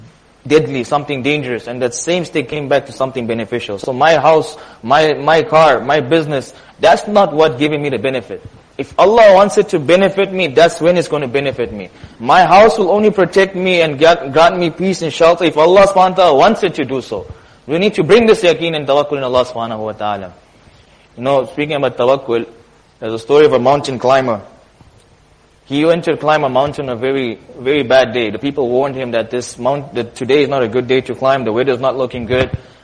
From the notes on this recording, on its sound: Jumuah Lecture at Masjid Nur ul Huda 06 January 2023